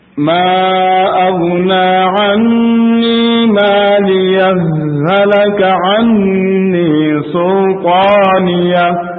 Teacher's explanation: Boleh kita waqaf di situ, boleh saksa di situ, boleh juga diidghamkan, dileburkan ha per ha sukun ke dalam ha yang berharokat